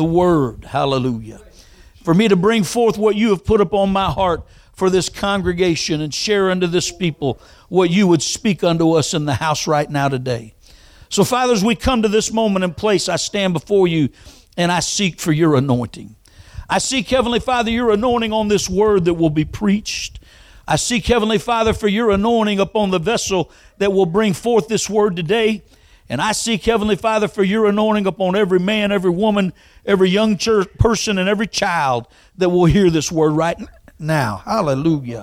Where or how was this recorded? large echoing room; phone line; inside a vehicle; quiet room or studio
large echoing room